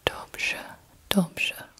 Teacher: You don't hear the R. It just makes the RZ sound like s, like pleasure.